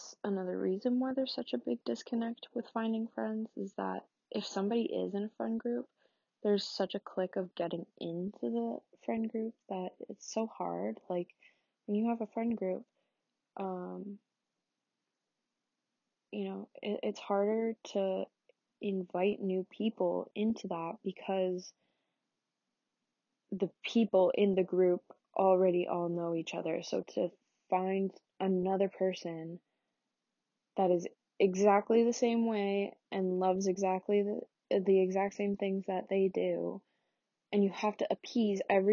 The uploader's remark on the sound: Sorry the quality this week isnt great, i recorded on a different platform